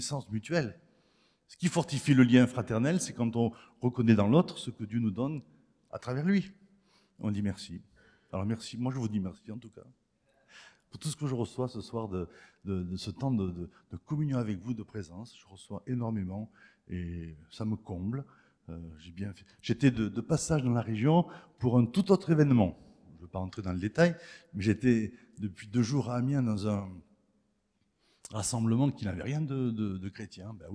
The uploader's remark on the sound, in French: Enregistré à l'église CVV, le 26/03/2023